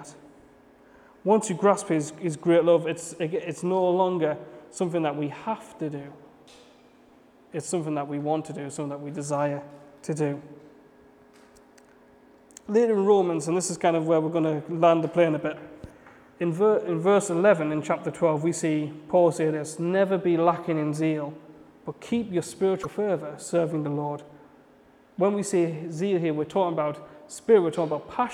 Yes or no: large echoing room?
yes